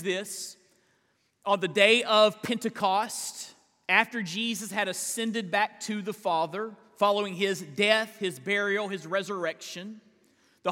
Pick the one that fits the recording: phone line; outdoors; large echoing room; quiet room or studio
large echoing room